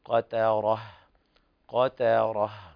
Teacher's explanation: أيضا في قوله تعالى شأن يغني إدغام بغنة ناقص، كذلك أيضا ترقيق التاء في قوله تعالى قتره قتره، لأن الوقوع بين حرفي تفخيم